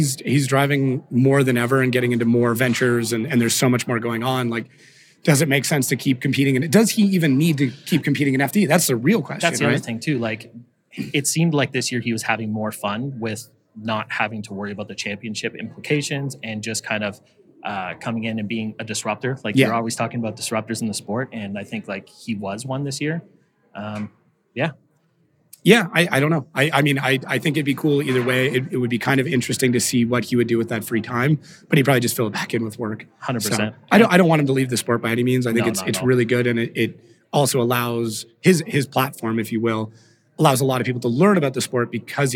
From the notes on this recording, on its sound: chat live at PRI